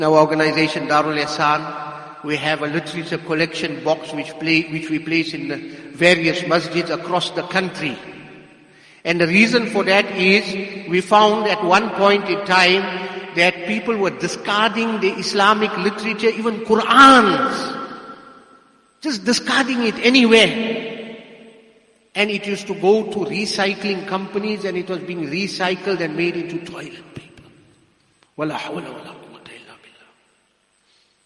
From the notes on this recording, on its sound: Jumuah Lecture at Masjidus Salaam, Musgrave